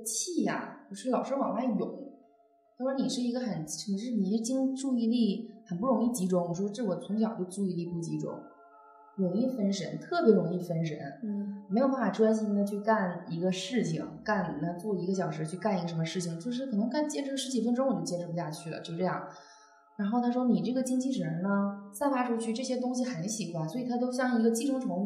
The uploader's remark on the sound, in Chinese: 由于现场录音环境比较空旷所以效果一般。